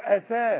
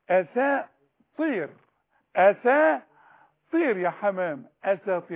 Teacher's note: أساطير دي طلعيها سين خالصة بالألف